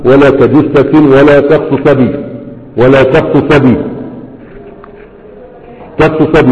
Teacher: تقول ولا تجسس ولا تخصصابي ولا تخصصابي تخصصابي، وأصله أخصص أبي، فنقلت حركة الهمزة إلى الصاد وحذفت الهمزة